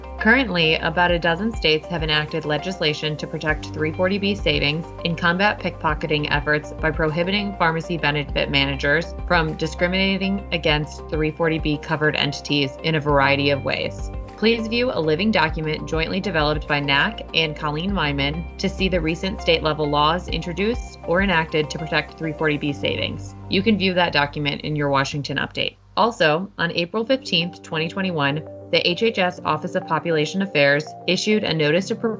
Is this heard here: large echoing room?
no